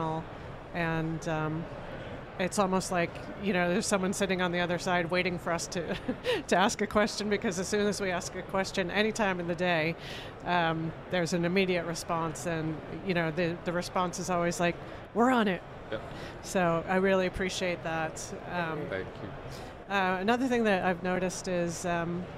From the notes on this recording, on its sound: Recorded at Money 20/20 in October 2022